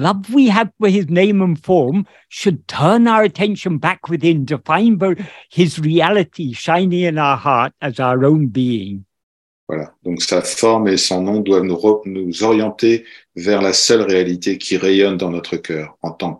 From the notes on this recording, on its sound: In a Zoom meeting with a group of Ramana devotees from Paris.